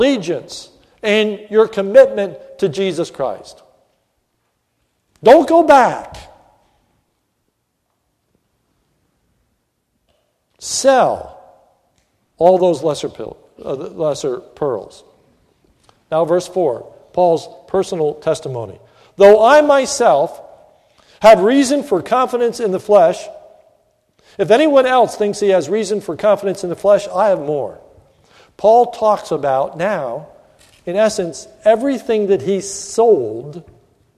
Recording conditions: large echoing room